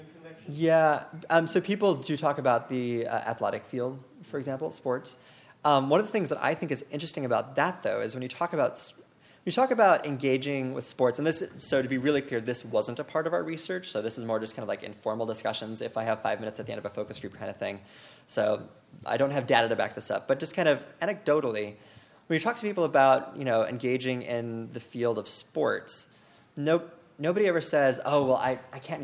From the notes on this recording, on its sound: Annual Meeting Session Recording Recorded in Detroit, MI September 17, 2015. 2016 AASLH/MMA Annual Meeting Session Recording Recorded in Detroit, MI.